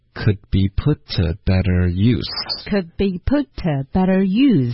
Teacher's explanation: use 啊是一个关键词，它会加重音